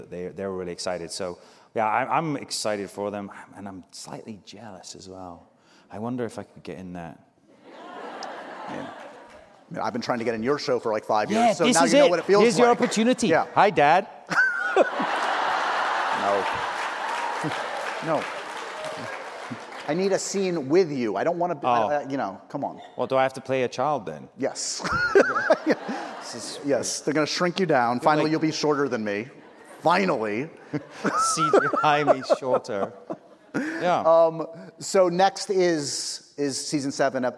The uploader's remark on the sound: We went LIVE